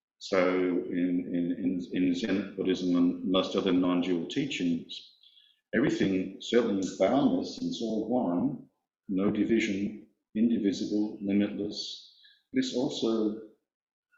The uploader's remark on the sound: There was some technical problem with the recording so the quality is not very good. There was some technical problem with the recording so the quality is not very good.